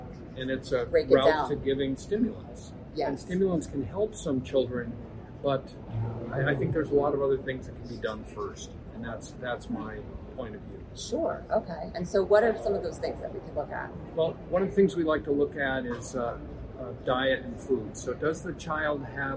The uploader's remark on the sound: This interview took place LIVE at the Institute for Functional Medicine Annual International Conference in Orlando, Florida.